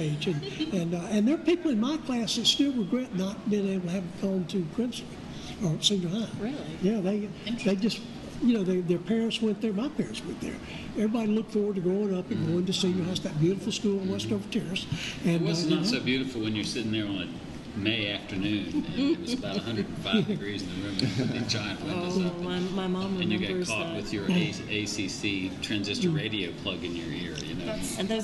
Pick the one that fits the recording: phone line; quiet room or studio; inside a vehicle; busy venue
busy venue